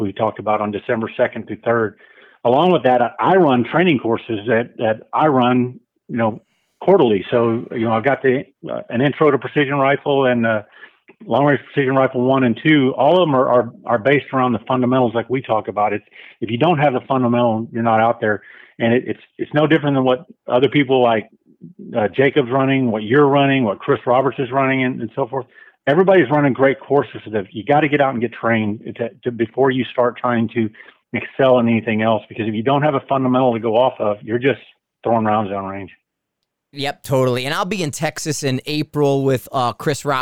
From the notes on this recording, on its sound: on the phone